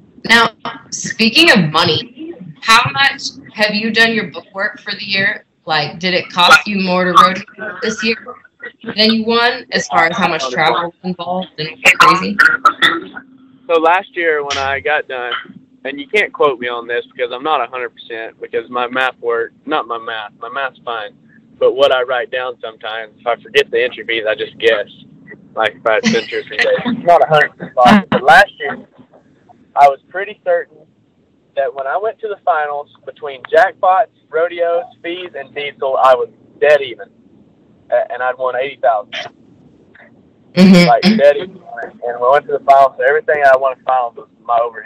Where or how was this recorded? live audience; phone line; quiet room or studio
phone line